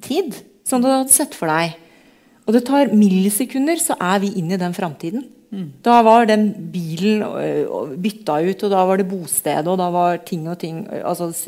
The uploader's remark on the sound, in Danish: Panelsamtale på Litteraturhuset i Bergen. Med publikum i salen.